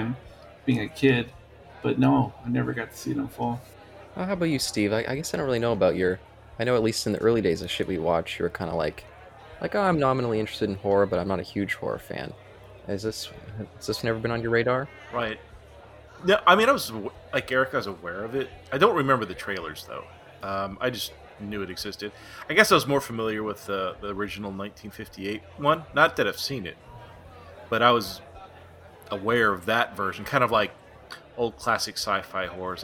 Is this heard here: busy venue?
yes